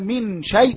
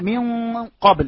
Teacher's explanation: الشين كما سنعرف أنها من الحروف المرققة، فعندما ننطق الإخفاء نرقي الغنة · Shown in: first take